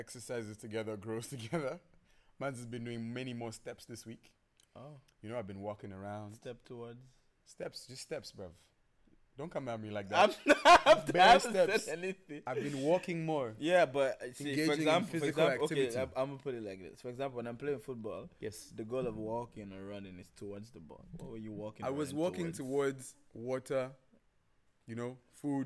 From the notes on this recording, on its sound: CAUTION Loud-ish Podcast